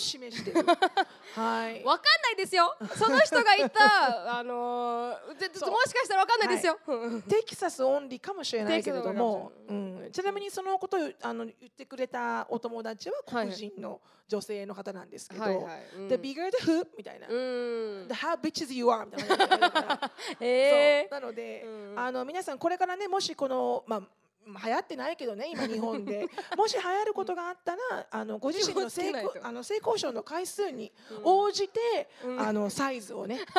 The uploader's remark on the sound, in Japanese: 公開収録。大阪公演の収録音声を大公開！LIVE質問コーナー（会場の皆さんからの質問に即興で答えます）。